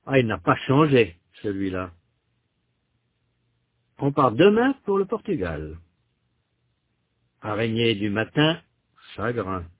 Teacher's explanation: La voix monte sur la dernière syllabe du premier groupe et elle descend sur la dernière syllabe du deuxième groupe.